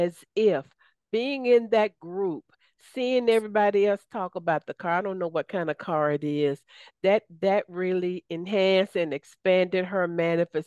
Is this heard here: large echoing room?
no